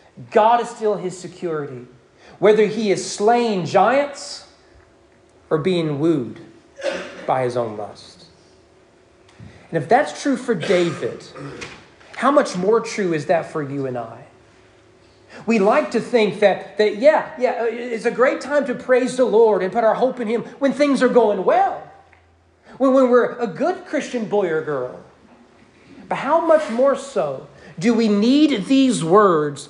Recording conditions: live audience